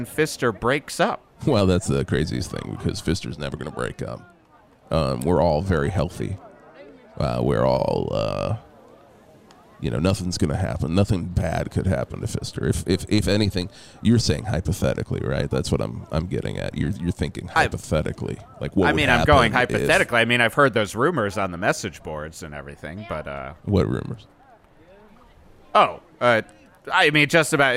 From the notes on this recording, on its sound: Live from the launch of the "800,000 Tons Of Nuthin But Guns" rock cruise sponsored by Livingston Cruise Line!